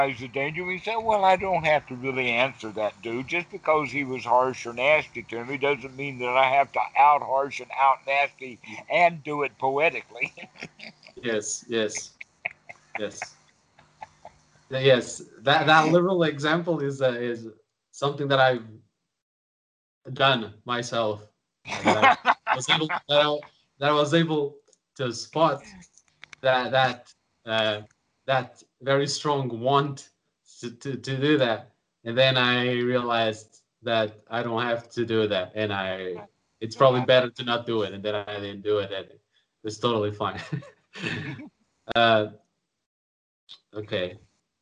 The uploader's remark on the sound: skype calls on this channel